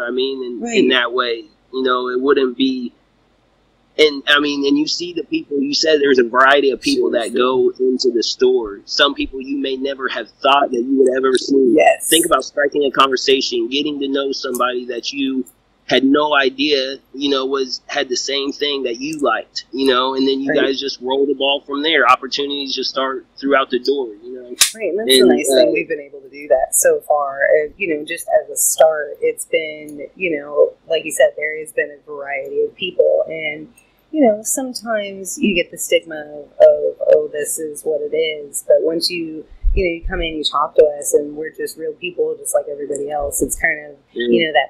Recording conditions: poor sound quality